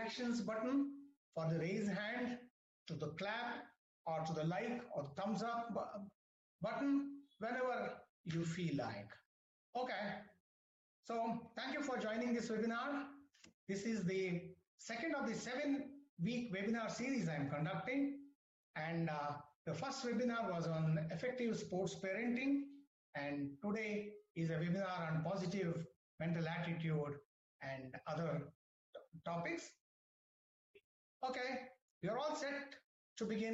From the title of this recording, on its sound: WEBINAR AUDIO RECORDING